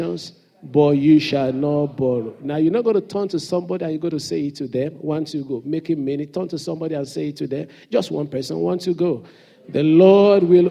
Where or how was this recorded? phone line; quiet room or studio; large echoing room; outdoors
large echoing room